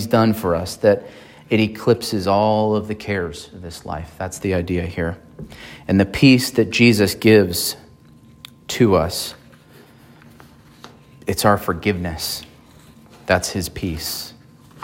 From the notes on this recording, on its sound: at Emmanuel Baptist Church in Fallbrook, California